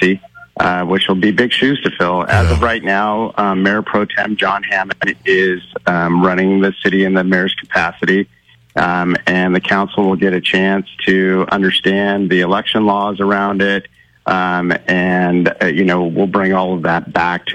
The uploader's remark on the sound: calls